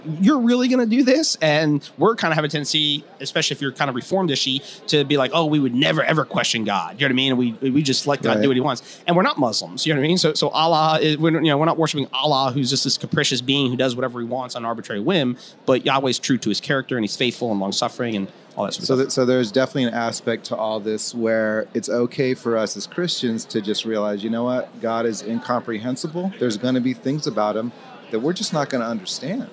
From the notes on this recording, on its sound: interview with me at the G3 Conference